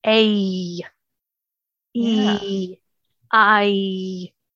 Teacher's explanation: The sounds of long A, E, and I all glide shut with a Y sound at the end.